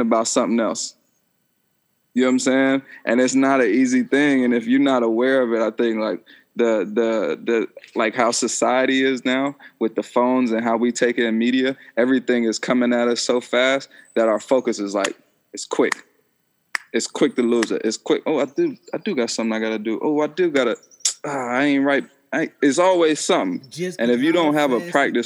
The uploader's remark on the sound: excuse the background noise, we recorded on zoom